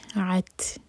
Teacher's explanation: تا پر سکون ہے تو تا پر ہمس کی جائے گی سانس جاری رکھیں گے